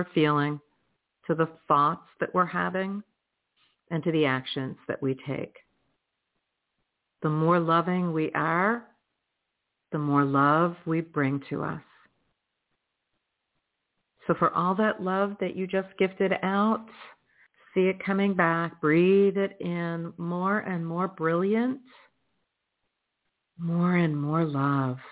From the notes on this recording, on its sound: in response to callers' questions